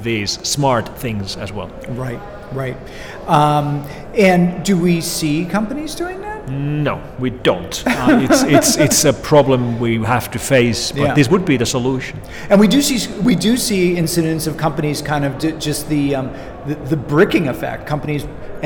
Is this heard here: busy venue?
yes